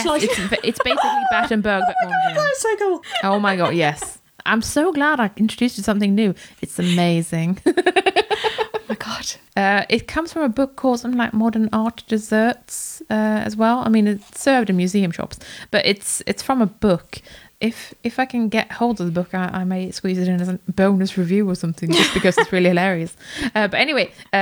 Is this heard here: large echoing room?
no